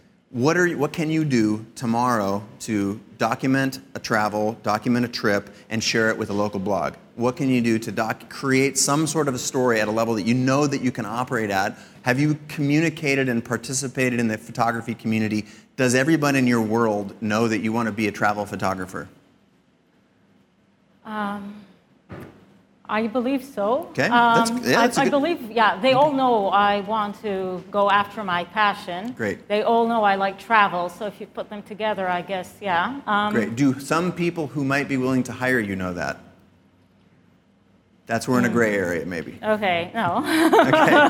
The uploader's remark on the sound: This week’s episode is my keynote from CreativeLive’s PhotoWeek. On stage, I sit down with four brave volunteers.